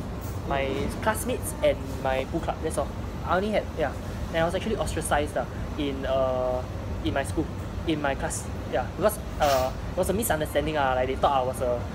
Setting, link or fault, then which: fault, background noise